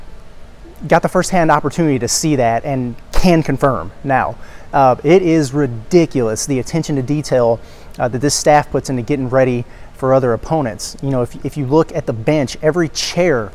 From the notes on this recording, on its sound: live on site at the Imperial Ballroom from Paradise Island, Bahamas